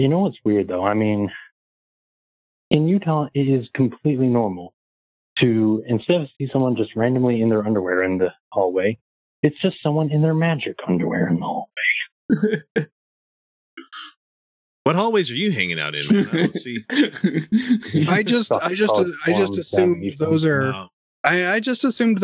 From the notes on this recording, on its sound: Live Call In Show. Here is our call in show.